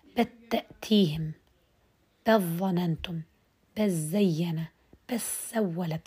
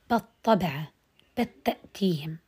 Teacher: لاحظوا أني لم أنطق اللام